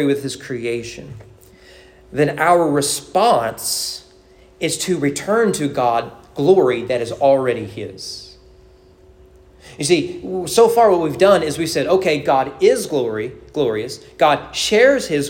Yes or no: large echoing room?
yes